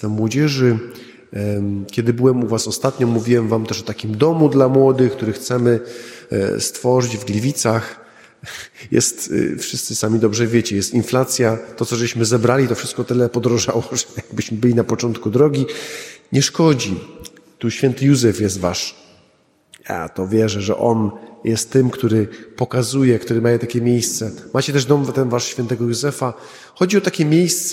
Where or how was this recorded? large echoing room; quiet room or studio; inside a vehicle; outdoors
large echoing room